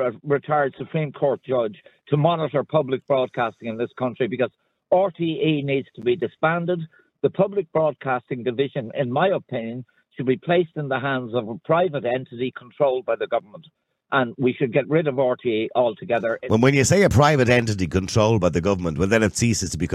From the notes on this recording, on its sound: Opening up the lines to callers, the audience passionately shares their perspectives on media trustworthiness.